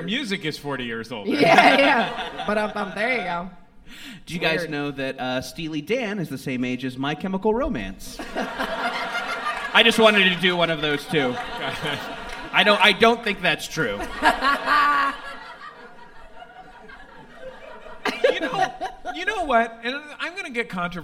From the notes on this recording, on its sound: live on stage at MaxFunCon East